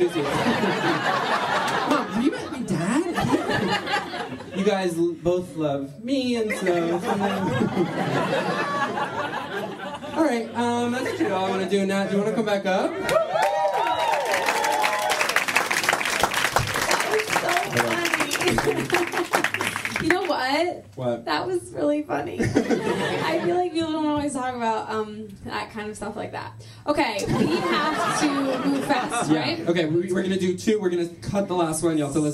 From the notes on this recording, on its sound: Live Show: Cruella Retelling. Our live show!